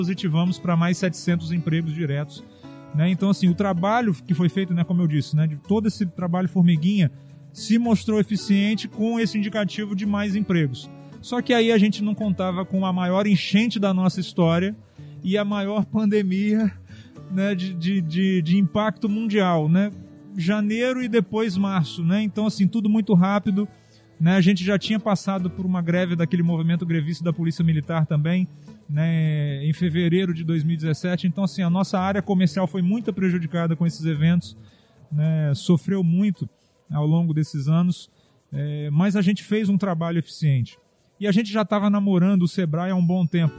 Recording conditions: busy venue